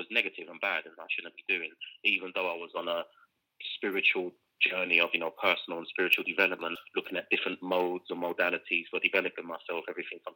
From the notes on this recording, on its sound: joined live on the line from Amsterdam